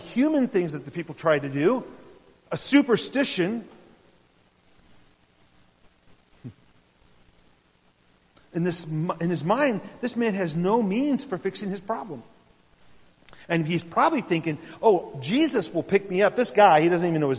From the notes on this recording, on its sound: I had the privilege of sharing a message at New Life Fellowship in Huntington Indiana.